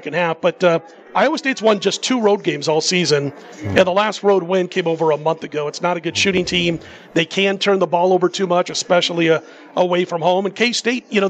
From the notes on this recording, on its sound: Live from the Superbook at the Westgate Las Vegas.